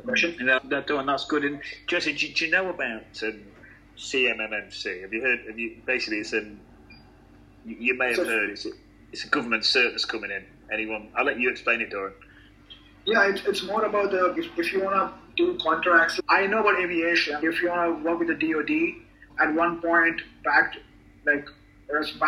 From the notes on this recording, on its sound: We did this on a Linkedin Live so the recording quality not so good